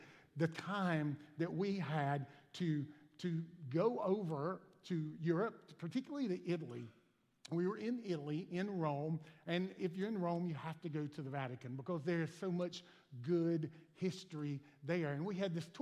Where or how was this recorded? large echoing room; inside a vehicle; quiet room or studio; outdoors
large echoing room